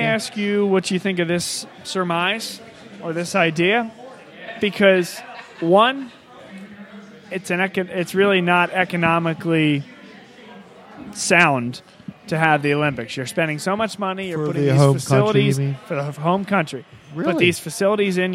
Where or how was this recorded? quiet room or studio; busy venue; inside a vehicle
busy venue